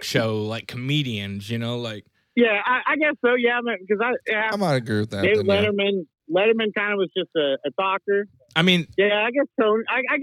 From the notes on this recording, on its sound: had multiple people call